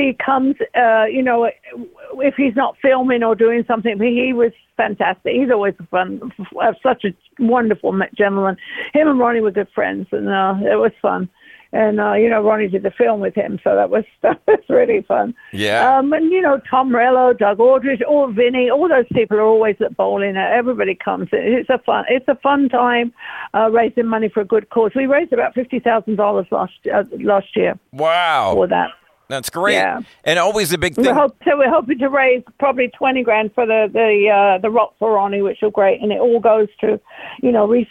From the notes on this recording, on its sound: called